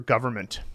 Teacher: You don't really articulate the N very much.